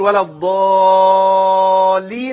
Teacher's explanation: انت جبت لام واحده وهم لامين، مش اللام عليها شده زي الضاد عليها شده